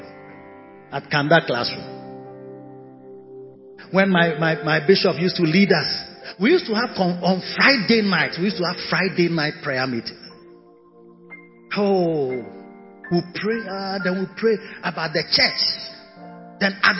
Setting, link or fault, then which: setting, large echoing room